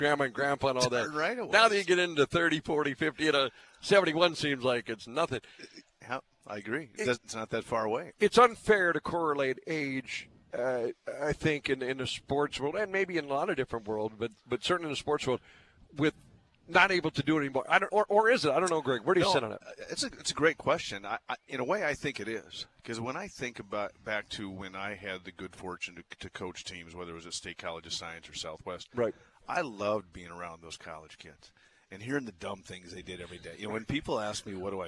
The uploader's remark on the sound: broadcasting live from Bulldog Tap